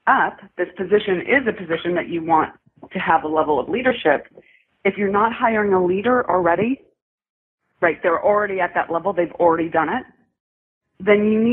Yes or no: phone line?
yes